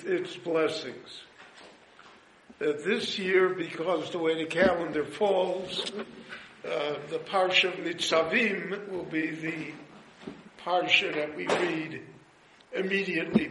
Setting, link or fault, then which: setting, live audience